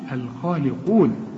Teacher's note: الخاء أعلى درجات التفخيم الحرف المفخم اللي بعده ألف